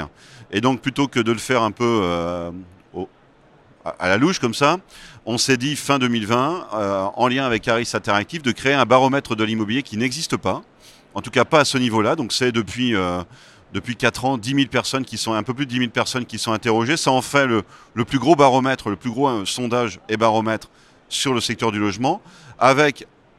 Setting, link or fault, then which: setting, busy venue